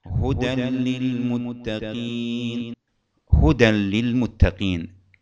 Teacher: أما التنوين مع اللام: هدى للمتقين، هدى للمتقين، هدى تنتهي بتنوين، هذا التنوين يدغم مع اللام يصبح هدى، هدى للمتقين.